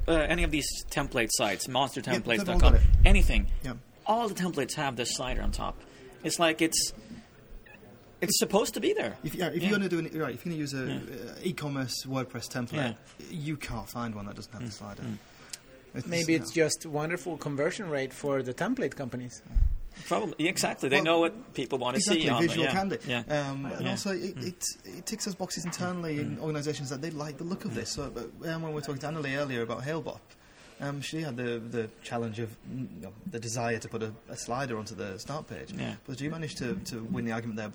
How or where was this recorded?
busy venue